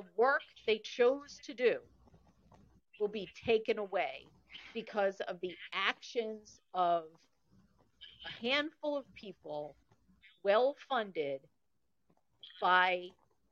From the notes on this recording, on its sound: This episode had some challenging connectivity. Thank you for your grace with the audio quality.